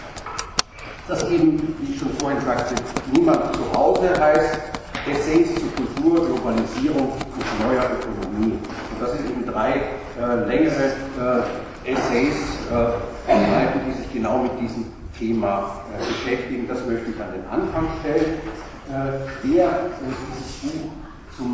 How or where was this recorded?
large echoing room